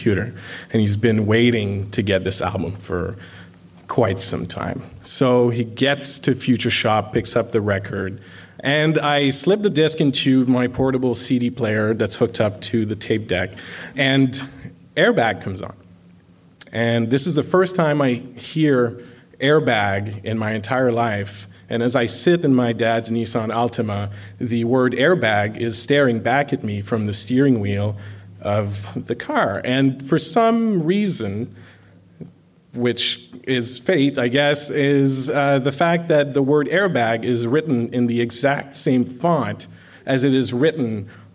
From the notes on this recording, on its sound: Recorded at a Here There event. It is recorded on the unceded territories of the Squamish, Musqueam and Tseil-Waututh nations. Recorded at a Here There event.